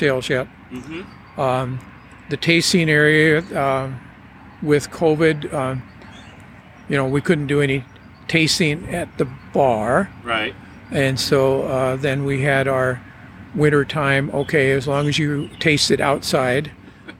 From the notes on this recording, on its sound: We are sitting outside the Snowdrift tasting room during our conversation. You will hear the sounds from a working orchard throughout the episode.